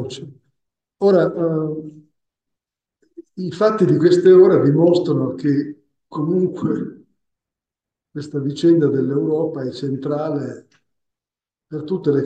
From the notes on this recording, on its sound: This podcast is the recording of the event co-organised by the UEF and the MFE (Italian section of the UEF) at the Collegio Ghislieri in Pavia. This podcast is the recording of the event co-organised by the UEF and the MFE (Italian section of the UEF) at the Collegio Ghislieri in Pavia.